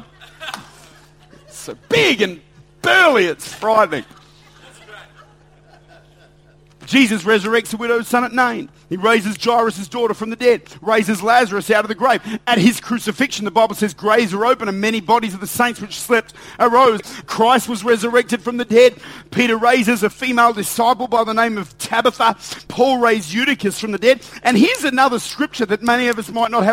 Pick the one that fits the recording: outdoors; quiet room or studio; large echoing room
large echoing room